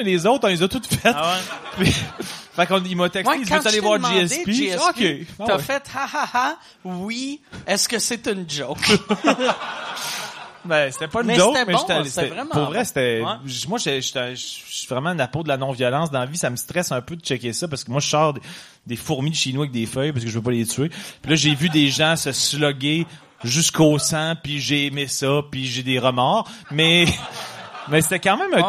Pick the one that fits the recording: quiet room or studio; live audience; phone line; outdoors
live audience